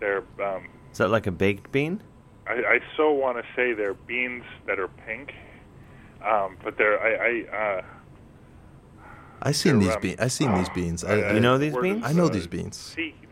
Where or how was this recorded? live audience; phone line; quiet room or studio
phone line